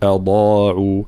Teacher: كلمة أضاعوا، ترقيق الهمزة وتفخيم الضاد، هذه طبعا أضاعوا بالضاد، والضاد مخرجها حافة اللسان مع ما يحاذيها من الأضراس من الجهة اليمنى أو اليسرى